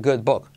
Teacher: This is a good, U como O, book. No es una O, claro, está, pero se acerca más a una O que a una U